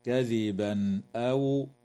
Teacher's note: وكذا يظهر التنوين عند الهمزة في قوله تعالى: كذبا أو